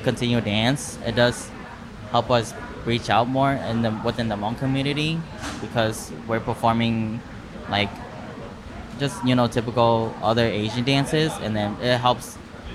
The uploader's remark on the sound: All these interviews were recorded at Hmongtown Marketplace in St. This was recorded during a busy time at the market, so there is a bit of background noise. We gave each of them a mic.